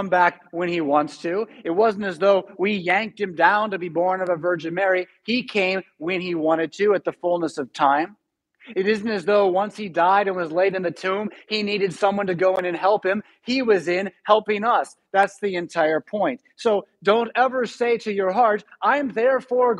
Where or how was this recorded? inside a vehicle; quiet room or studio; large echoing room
large echoing room